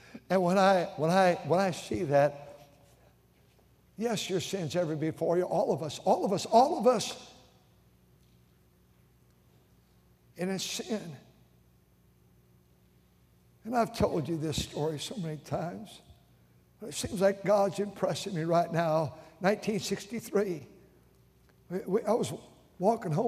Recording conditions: large echoing room